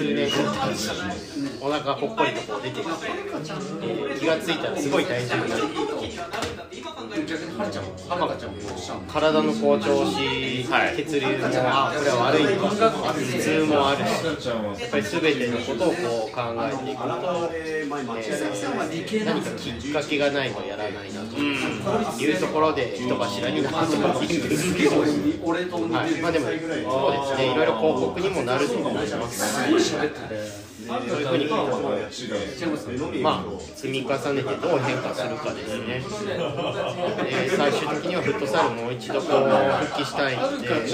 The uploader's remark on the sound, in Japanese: 雑音多め。忘年会会場での録音のため雑音が多めです。ホストの2人は若干酔っ払いながら話してます。